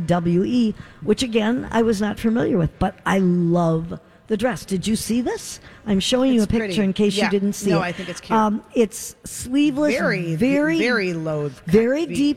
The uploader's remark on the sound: Live form the Galleria